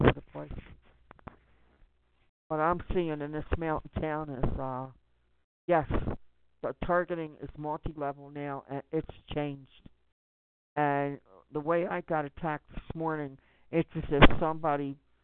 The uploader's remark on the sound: Conference call for general chat, support